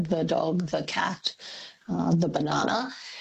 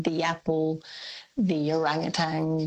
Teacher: Well, yes, interestingly, over time, well, so first of all, T-H-E, the, or the, it's traditionally in Australia at least had two pronunciations, one where if the following word starts with a consonant, we say the, like an unstressed sound · Shown in: first take · so the dog, the cat, the banana.